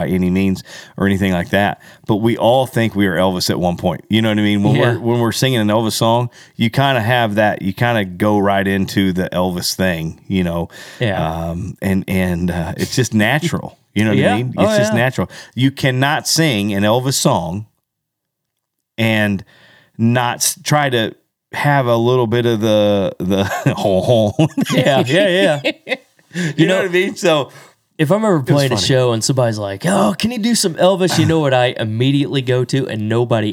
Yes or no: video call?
no